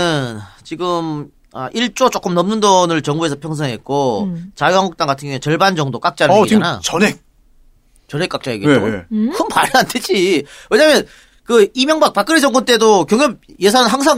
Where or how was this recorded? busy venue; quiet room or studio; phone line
quiet room or studio